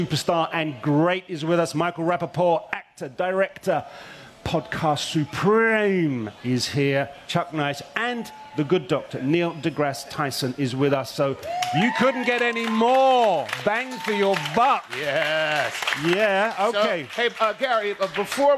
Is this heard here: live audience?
yes